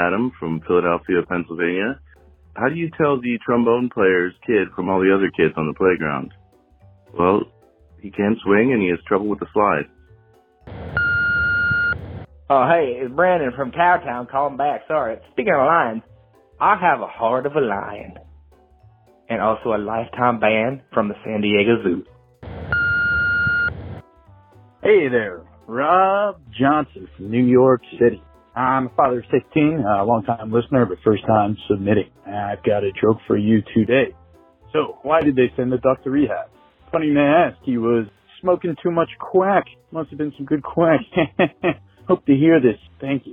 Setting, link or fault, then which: link, phone line